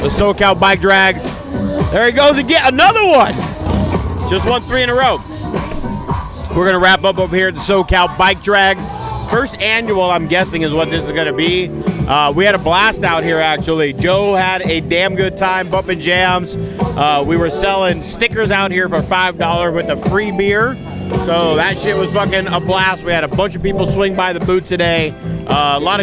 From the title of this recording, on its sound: Live from SoCal Bike Drags